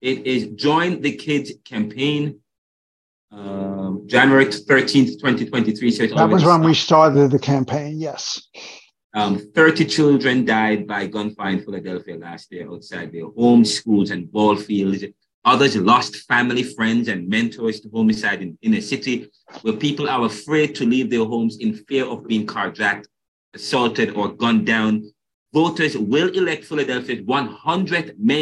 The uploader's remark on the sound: spoke with us via Zoom